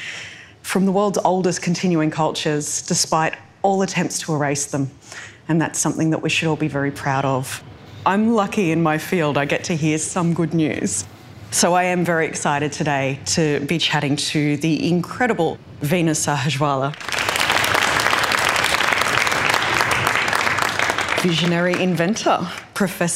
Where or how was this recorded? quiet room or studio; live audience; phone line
live audience